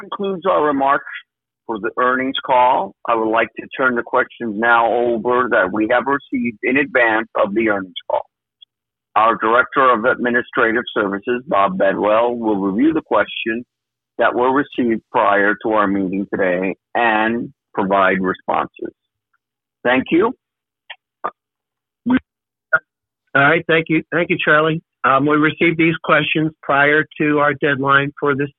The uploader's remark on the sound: Progressive Care Shareholder Conference Call